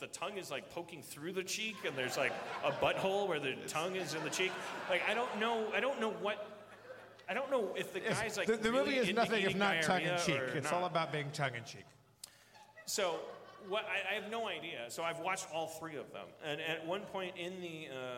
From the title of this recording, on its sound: LIVE from Everything Is Festival 2015